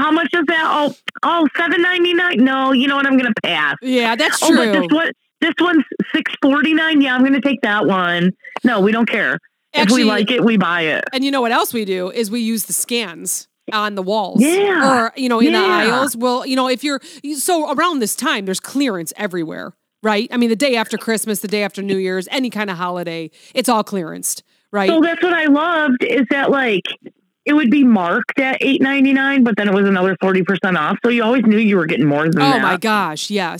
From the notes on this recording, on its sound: Forgive our sound. Had to call in again because it's her turn being sick!